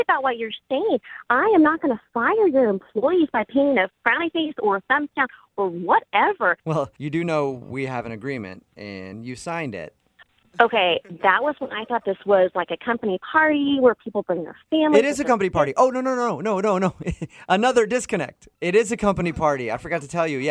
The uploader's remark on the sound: Phone Tap.